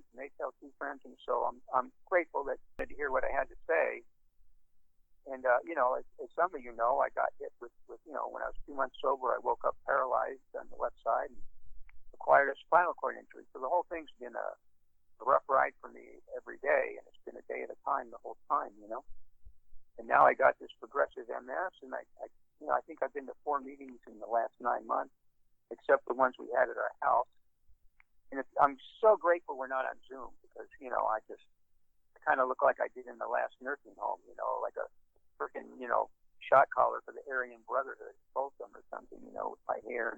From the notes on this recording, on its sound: Los Angeles. Be advised that the recording quality is poor because it was conference call recorded on a microphone leaned against a cell phone speaker.